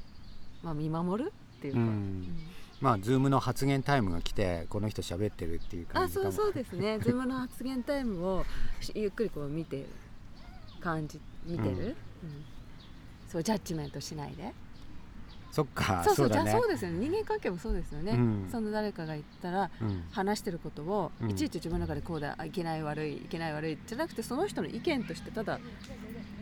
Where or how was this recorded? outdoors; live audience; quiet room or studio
outdoors